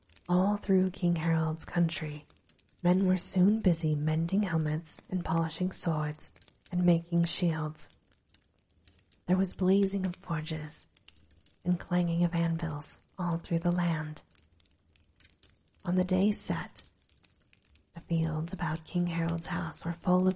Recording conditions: sounds in the background